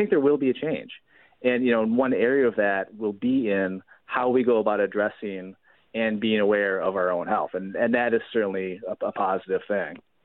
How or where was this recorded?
phone line